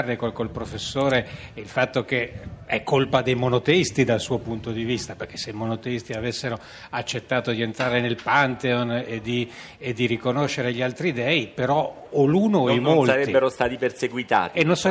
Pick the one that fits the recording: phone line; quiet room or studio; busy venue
busy venue